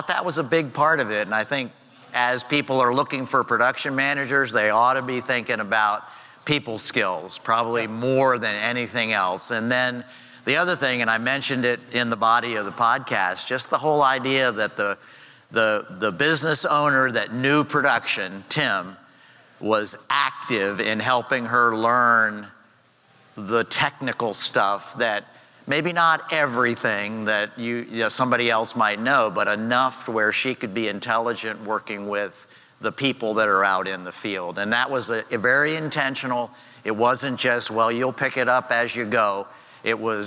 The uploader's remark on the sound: Live from Summit! On stage for a discussion.